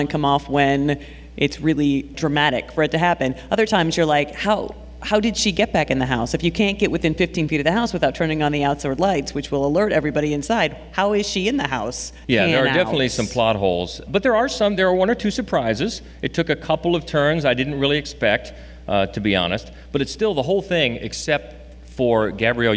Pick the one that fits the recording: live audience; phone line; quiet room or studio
live audience